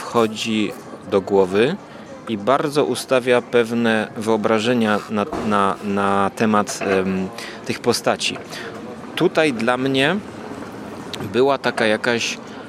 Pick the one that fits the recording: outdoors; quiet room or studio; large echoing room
outdoors